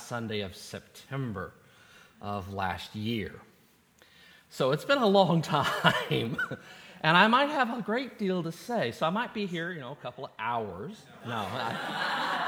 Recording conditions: large echoing room